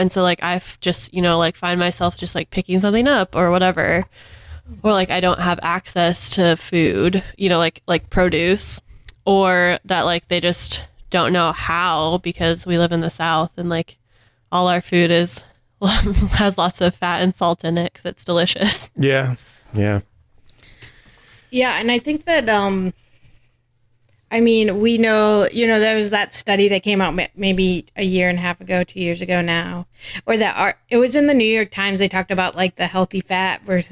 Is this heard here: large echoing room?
no